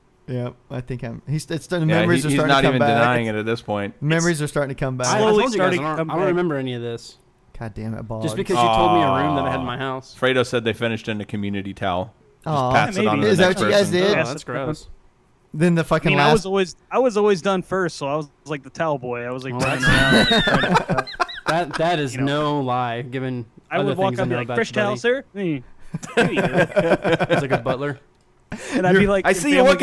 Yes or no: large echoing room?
no